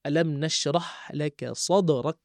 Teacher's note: Dan huruf kaf bila berhenti, alam nashrah laka sadrak, sikit, itu nafas. Jadi huruf kaf dengan ta ni dia tak kuat, nafas dia tak seperti huruf yang lain.